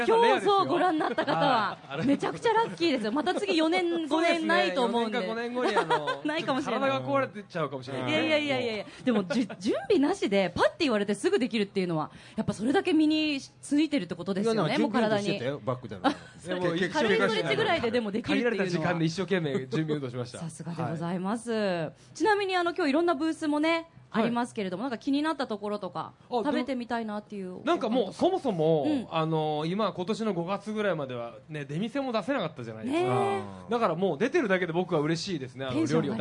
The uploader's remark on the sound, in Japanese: 静岡県浜松市での公開録音